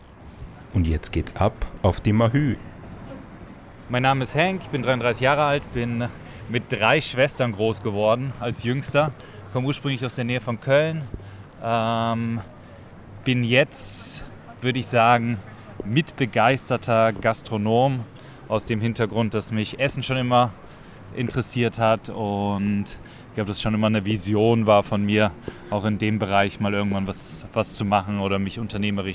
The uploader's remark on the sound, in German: Genau dort haben wir auch diese Podcast-Episode aufgenommen und sind dabei durch die belebten Straßen spaziert. Wundert euch also nicht, dass es manchmal ziemlich laut ist.